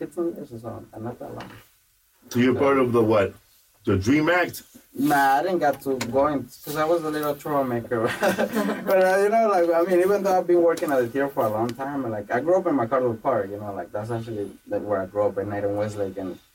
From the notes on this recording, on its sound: Forgive the sound. The studio had issues today...